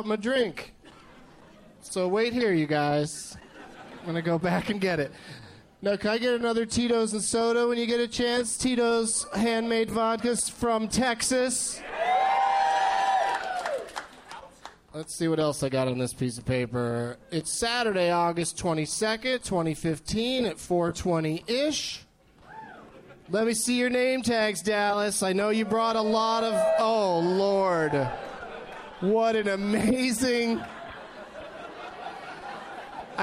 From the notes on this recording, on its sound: Live from Hyena's in Dallas